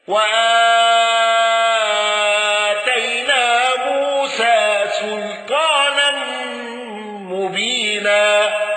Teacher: الأزرق بتوسط البدل وفتح وتقليل الياء